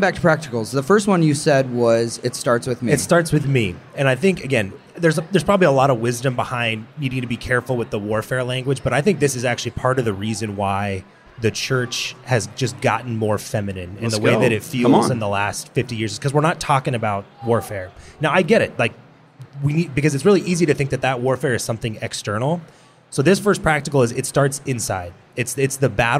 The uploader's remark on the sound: Man Catholic had the chance to record an episode live at SEEK23 in St.